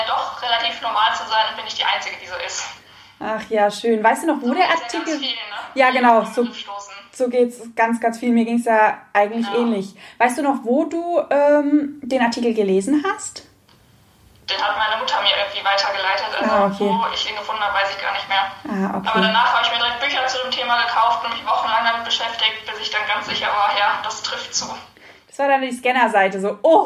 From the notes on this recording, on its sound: INSTA-LIVE. Live Talk.